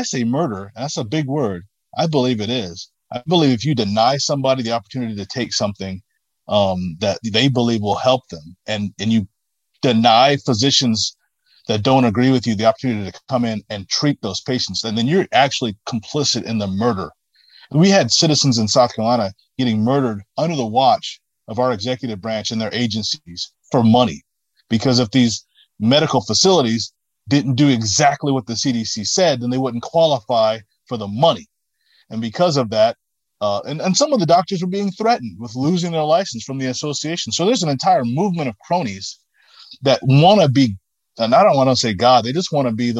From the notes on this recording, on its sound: A phone interview